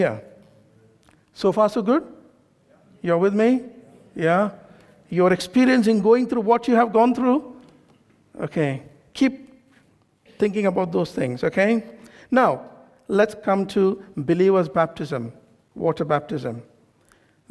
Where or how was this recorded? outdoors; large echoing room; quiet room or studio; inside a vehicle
large echoing room